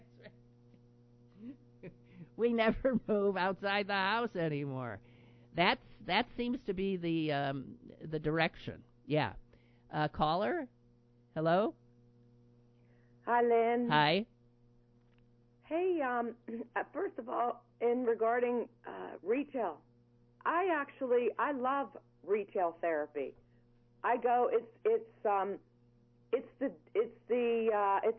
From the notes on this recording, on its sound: The phone lines are ringing on the show today.